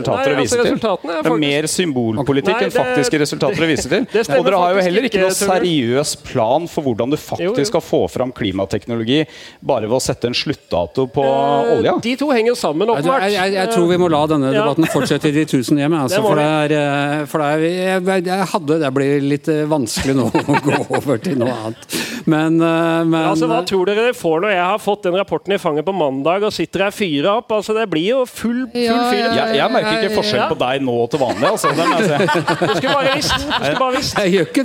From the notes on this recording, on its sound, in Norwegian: Spilt inn med publikum på utestedet Bakgården i Oslo.